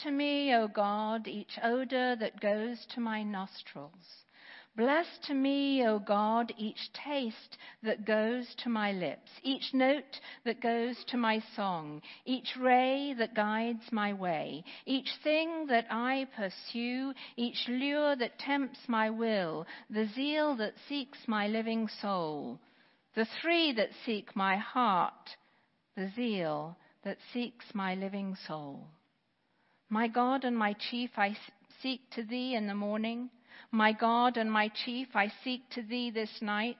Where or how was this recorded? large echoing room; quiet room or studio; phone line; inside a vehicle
large echoing room